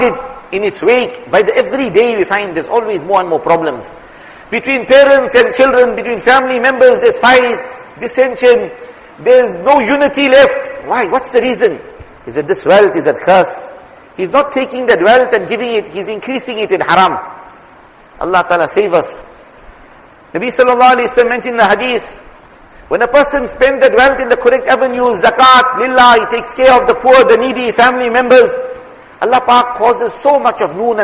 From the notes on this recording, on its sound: Jumuah lecture